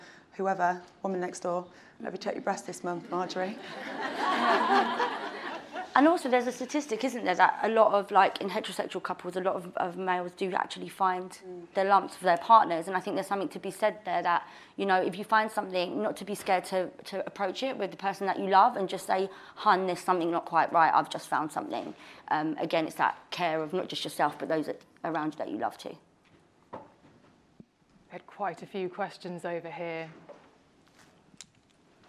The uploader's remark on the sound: Recorded in front of a live audience. This episode was recorded LIVE at Estée Lauder HQ in Central London to kick of the UK Breast Cancer Awareness Month Campaign.